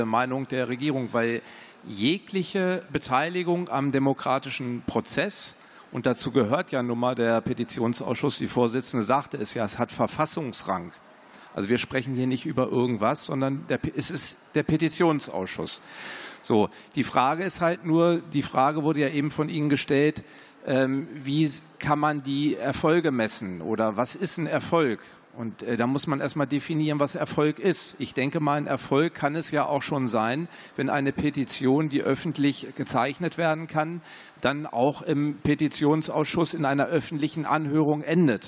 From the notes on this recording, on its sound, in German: Podiumsdiskussion des Petitionsausschusses